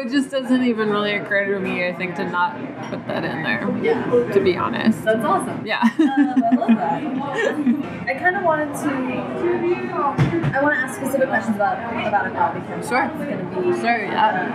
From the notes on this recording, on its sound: this interview has significant background noise